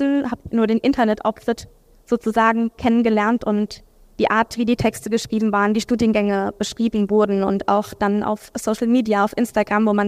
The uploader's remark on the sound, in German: Podiumsdiskussion am Sommerfest